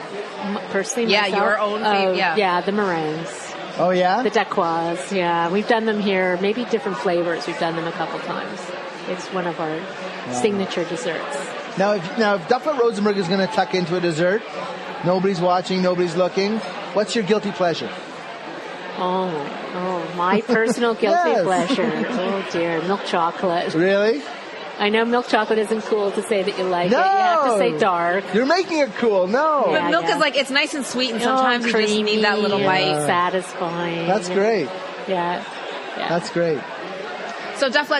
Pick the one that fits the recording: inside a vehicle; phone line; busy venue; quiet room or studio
busy venue